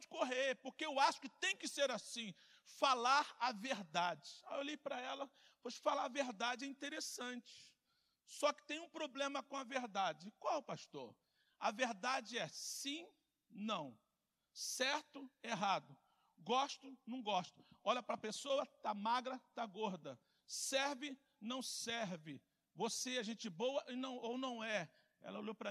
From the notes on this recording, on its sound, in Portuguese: CULTO AO VIVO